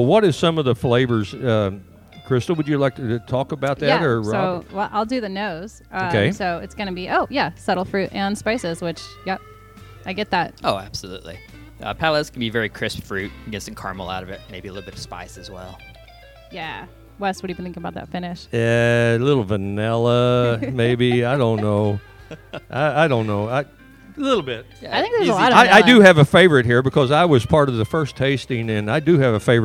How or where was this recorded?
busy venue